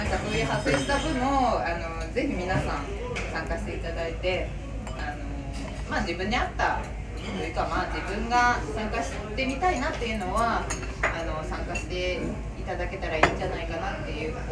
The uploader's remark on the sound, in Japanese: 皇居ラン＆550回記念パーティー＠神田。ライブ感あふれる音声をお楽しみください！！